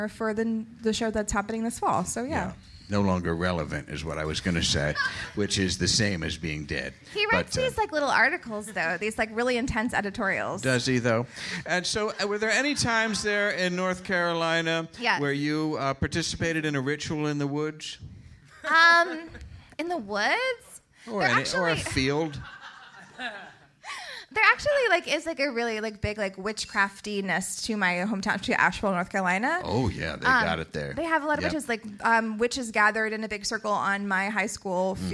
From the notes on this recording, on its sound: A special live episode direct from the Deep Night. Recorded in front of a mostly awake audience at The Slipper Room in New York City.